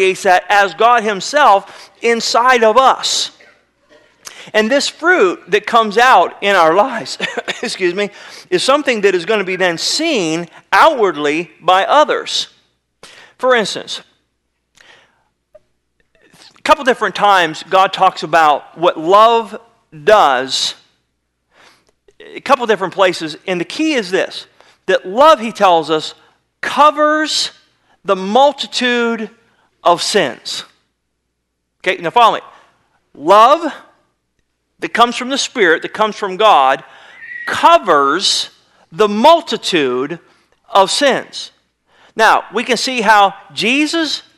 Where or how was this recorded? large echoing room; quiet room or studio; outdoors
large echoing room